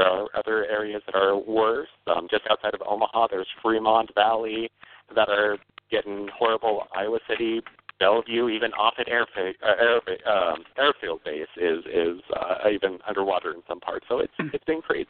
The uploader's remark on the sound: a real, live call-in show